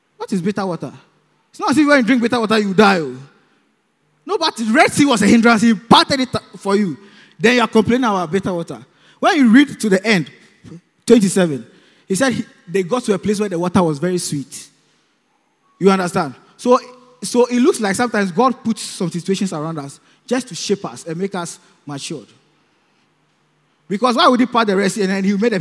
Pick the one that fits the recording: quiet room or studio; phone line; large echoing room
large echoing room